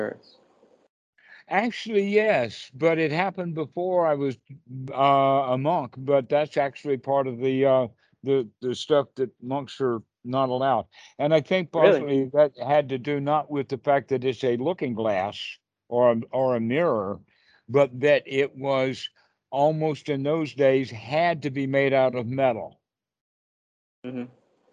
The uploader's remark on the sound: skype calls